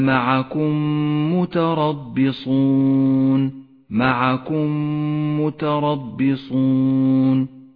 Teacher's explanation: الميم الساكنة تدغم مع الميم المتحركة فتصيران ميما واحدة مشددة · Term: الإدغام الشفوي